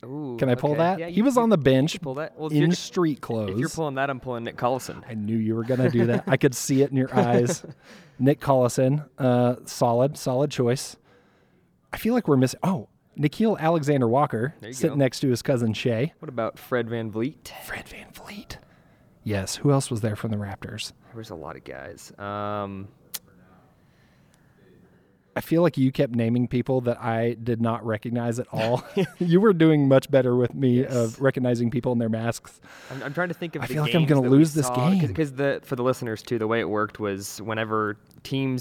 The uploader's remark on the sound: Summer League Report Live from Las Vegas. Report live from Las Vegas Summer League.